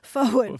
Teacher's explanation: there's no R in forward, and if there is, it's optional